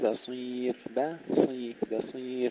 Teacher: ترقيق الباء وتفخيم الصاد